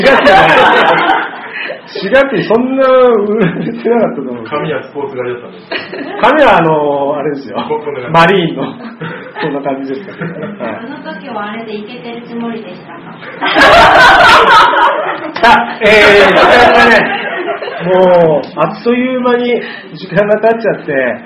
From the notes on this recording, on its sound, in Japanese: ソウル日和公開収録第2部の様子をお届けします。会場の皆さん、そしてUstreamで参加してくださったリスナーの皆さんからのバラエティー溢れる（？）質問。収録時間が長いため音質が低めになっています。ご了承ください。